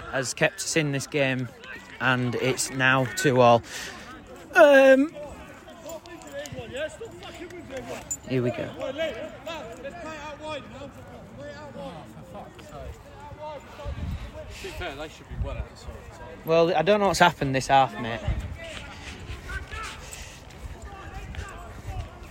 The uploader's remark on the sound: From the touchlines. Does a live pod during the game and interviews a few of the lads in the process.